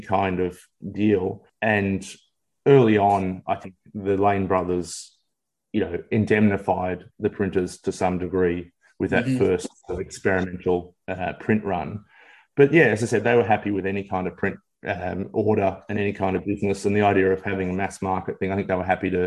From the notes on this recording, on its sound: Via Zoom.